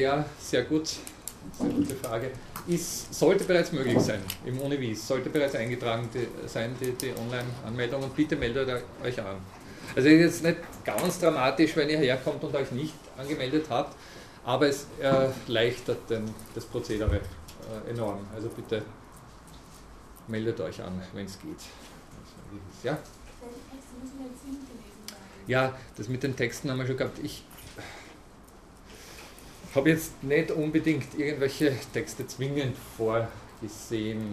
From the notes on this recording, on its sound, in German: Diese Vorlesung wurde von Studierenden der Uni Wien aufgenommen